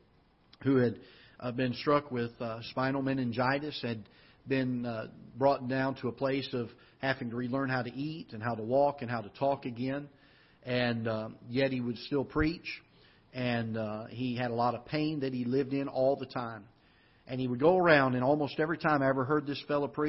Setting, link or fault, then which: setting, large echoing room